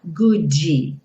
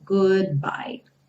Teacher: Então, goodbye. O D interrompe o som e o B já vai iniciar um novo som. · Shown in: second take · Term: consoante oclusiva